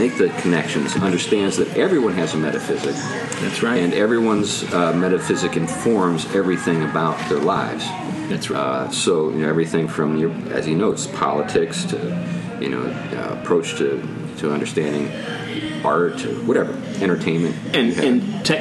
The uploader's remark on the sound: Fittingly, the guys had to choose between air-conditioning and optimal conditions for recording the show. Sounds like the wrong choice was made. This is our last episode with our old recording equipment.